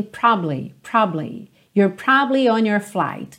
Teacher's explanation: Você não ouve you're probably on your flight. Então repara que você não percebe mesmo essa sílaba do meio